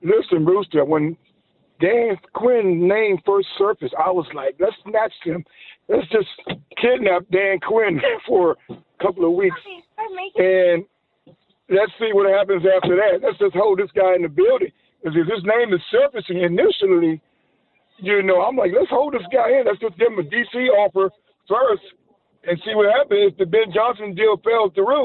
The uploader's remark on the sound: Right back to the phone lines. Even more callers join. Closing out the caller centric hour.